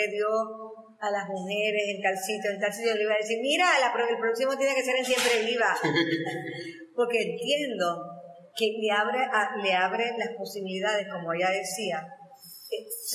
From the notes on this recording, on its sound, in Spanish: Estas conversaciones fueron grabadas en el salón de vitrales en el museo de la historia de Ponce.